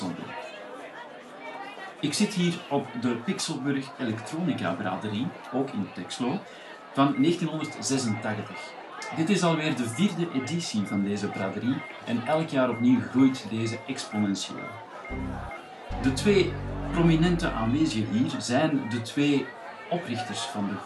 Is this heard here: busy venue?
yes